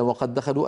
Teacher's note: والمثال الذي بعده: وليكتب بينكم، وليكتب بينكم، وقد دخلوا، انظروا إلى وقد دخلوا، أدغمنا الدال الأولى في الثانية فصار النطق بدال واحدة مشددة